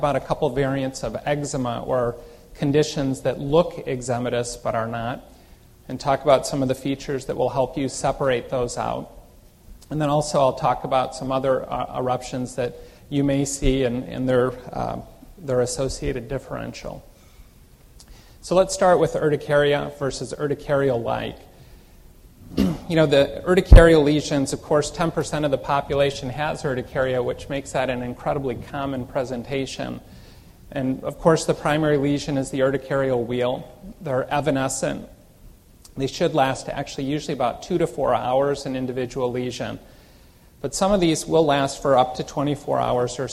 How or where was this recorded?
large echoing room